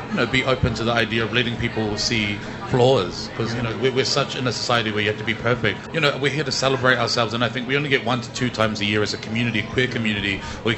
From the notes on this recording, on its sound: PX Whanau Radio live from the streets.